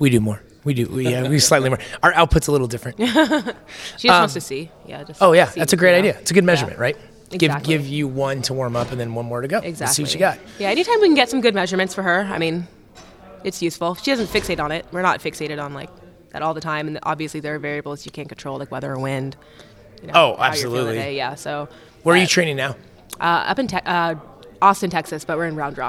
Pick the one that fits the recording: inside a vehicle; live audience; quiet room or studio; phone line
live audience